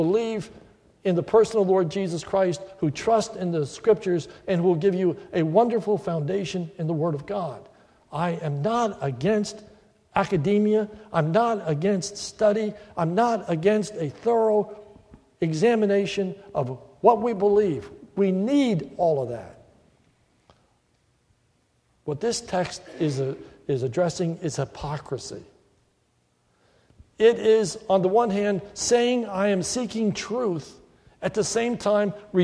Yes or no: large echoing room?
yes